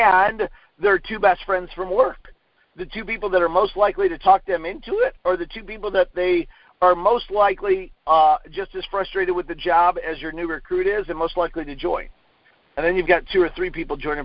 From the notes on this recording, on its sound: Conference call recorded on 2/1/19.